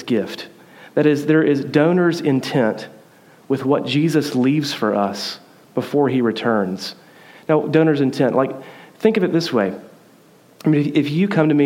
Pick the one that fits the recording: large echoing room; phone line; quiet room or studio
large echoing room